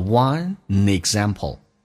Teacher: one 跟 example 叫 oneexample，用 an 连音 oneexample